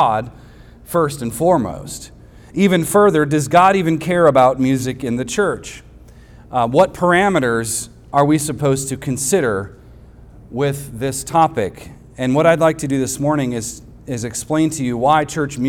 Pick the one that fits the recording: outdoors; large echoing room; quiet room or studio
large echoing room